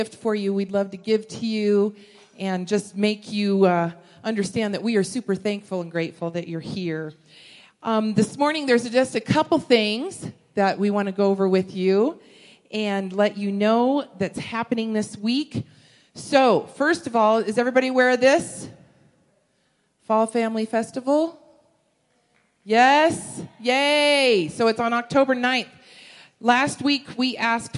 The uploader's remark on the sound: Woodland Life Church Live.